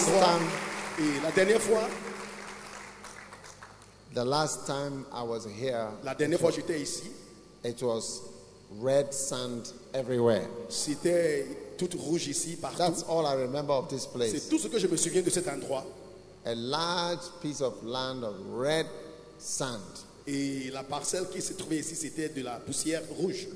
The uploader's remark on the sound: Preached at The Maintenance of the Aim Conference, from 17th November to 19th November, 2021 at The Truth Cathedral, Dawhenya-Ghana.